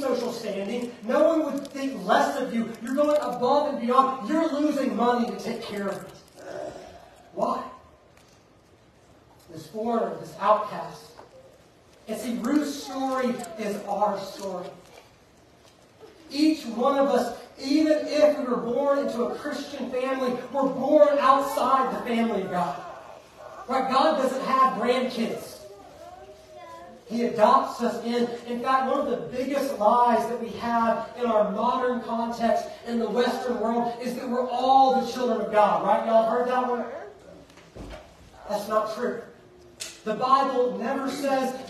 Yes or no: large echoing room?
yes